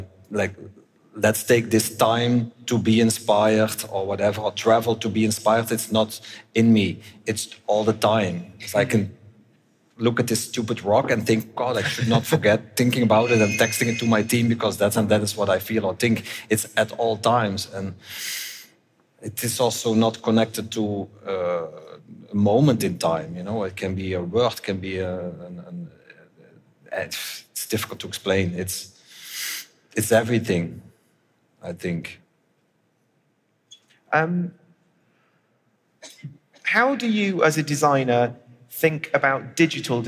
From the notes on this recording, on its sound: At our Fashion Talks conference in 2019